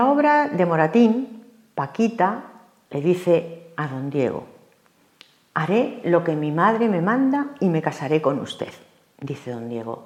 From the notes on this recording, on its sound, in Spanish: Hoy, dentro del Ciclo de Conferencias que el Teatro de la Zarzuela programa en colaboración con la Asociación Amigos de la Ópera de Madrid. La conferencia fue grabada en el Teatro de la Zarzuela en mayo de 2022.